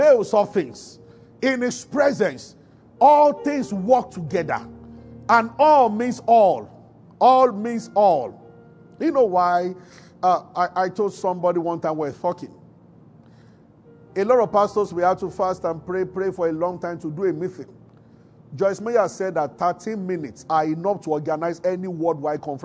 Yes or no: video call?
no